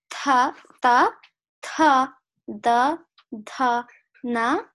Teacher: And then tha, tha, tha, da, dha, na is a dental sound. You use your teeth. Your tongue touches your teeth for those noises.